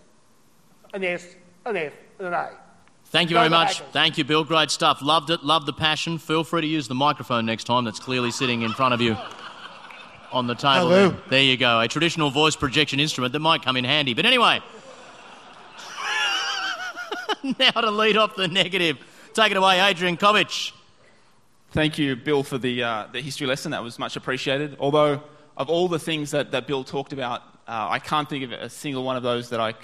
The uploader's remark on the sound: The following is a recording of the traditional closing event of the AusCERT event